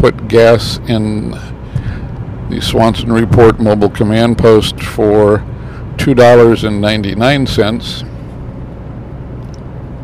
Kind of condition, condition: setting, inside a vehicle